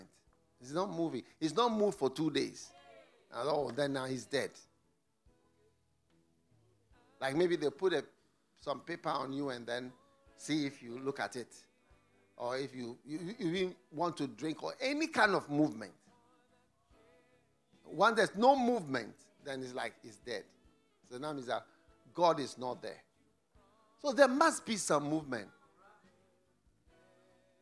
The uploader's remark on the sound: Preached at the FLOW Church Service